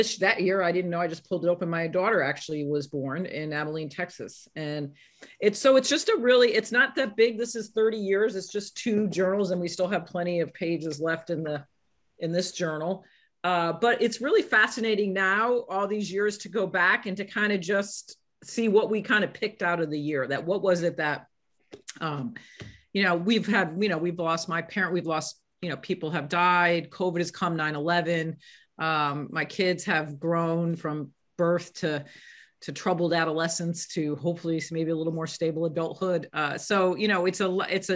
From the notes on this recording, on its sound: This short story was clipped from my live virtual Show & Tale: Significant Objects in the fall of 2021.